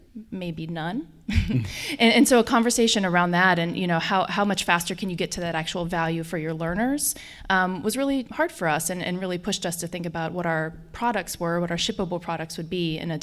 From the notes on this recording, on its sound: recording live at Learning 2019 in Orlando, Florida in front of a “studio audience”